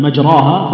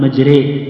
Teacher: يعني لو قلنا مجراها فخمنا لكن لما أملنا نقول مجري رققنا · Term: الإمالة